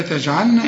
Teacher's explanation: انت عارف ان الجيم بتعطش وهنا بتقلقل لان عليها السكون زي الباء